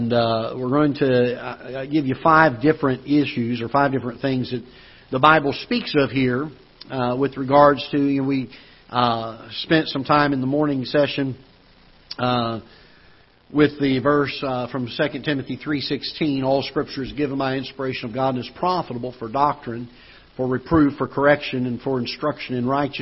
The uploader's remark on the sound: Ketha Heights Baptist Church ~ Live Broadcast